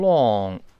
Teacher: 英式发音读成 long，它有个撅嘴的动作，美式发音呢，这嘴就舒服多了，呃，没有撅起嘴来动作，就是 long, long, long, long time 就不是 longtime，哎，就好了，啊。好，我们再读一下这句话。I know it has been